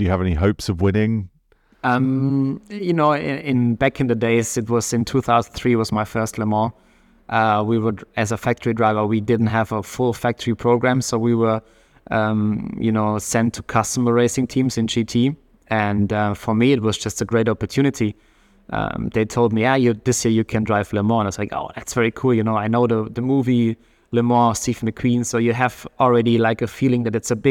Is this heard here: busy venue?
yes